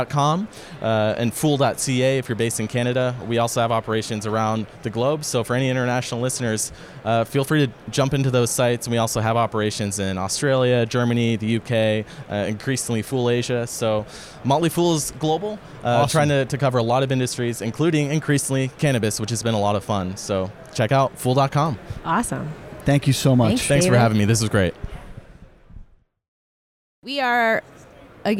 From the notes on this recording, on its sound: Special broadcast from the floor of the Marijuana Business Conference in Las Vegas. Took to Podcaster’s Row to chat with a number of guests.